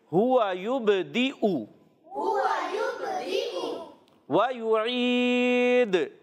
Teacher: عین کی ادائیگی حلق کے درمیان والے حصے سے، عین کو حمزہ سے بدلنا نہیں ہے، عین کی ادائیگی کلیئر رکھنی ہے. آخر میں دال پھر دوبارہ قلقلہ ادا ہوگا، وف کی صورت میں قلقلہ ادا کریں گے، آواز خوب لوٹ کر آئے گی.